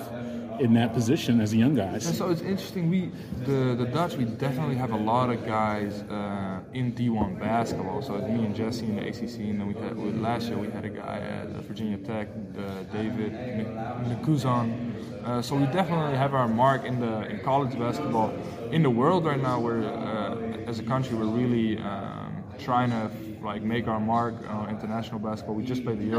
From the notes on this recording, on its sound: During the ACC Tipoff event in Charlotte, North Carolina October 12.